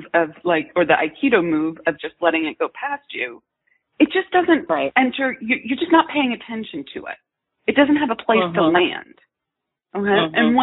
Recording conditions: phone line